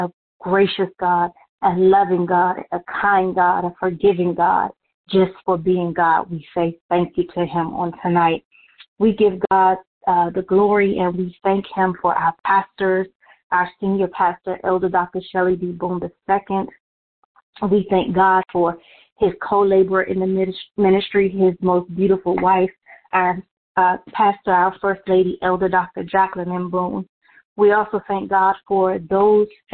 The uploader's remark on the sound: New Years' Service Conference Call.